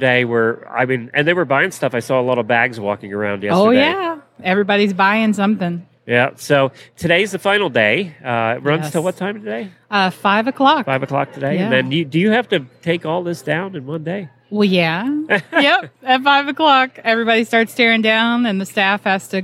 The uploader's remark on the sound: Live from Equine Affaire. Day 3 from Equine Affaire in Ohio.